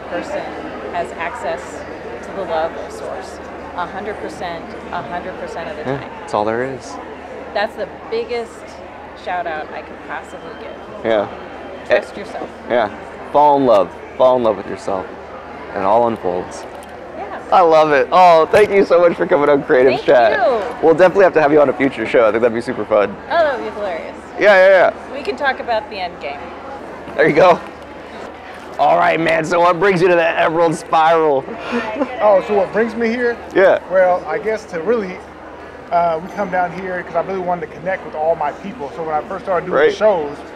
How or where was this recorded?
busy venue